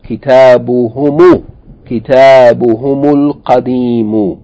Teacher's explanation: hum, originally had sukoon, it's followed by alif lam, iltiqa sakinain